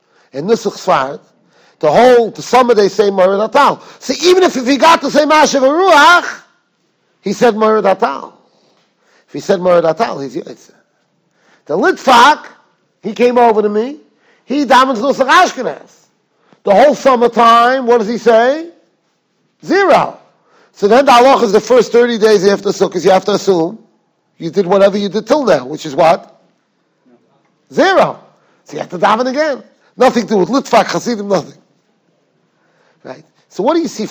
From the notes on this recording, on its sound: Shiur recorded in Yeshivas Ohr Reuven, Monsey, NY.